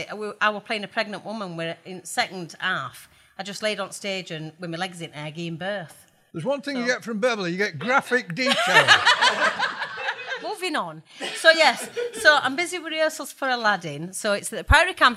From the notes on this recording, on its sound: Recorded live in front of audience. We’re still recording the show at the Showroom Cinema in the heart of Sheffield.